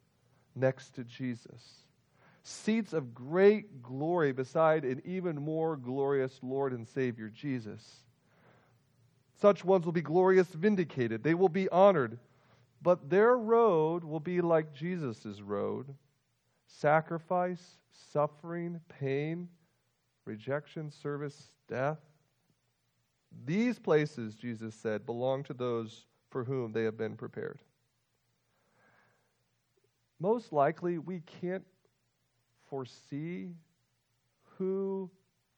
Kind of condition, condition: setting, large echoing room